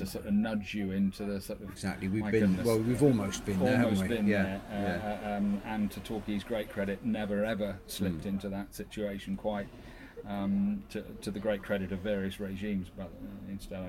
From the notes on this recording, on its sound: The Podcasters log off and head for the beach, where the week's Plainmoor news and gossips is punctuated by the gentle sounds of passing holidaymakers, lapping waves and chihuahua-hunting seagulls.